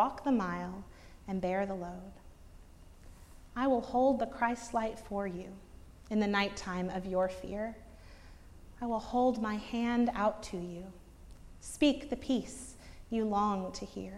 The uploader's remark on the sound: Preached at Northminster Church on March 10, 2019.